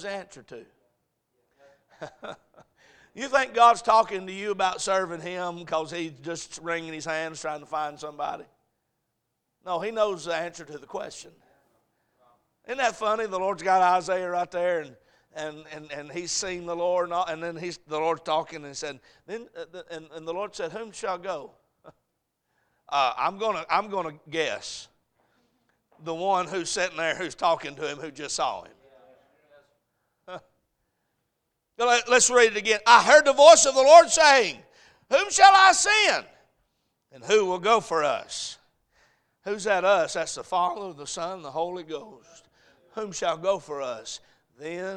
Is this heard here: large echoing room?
yes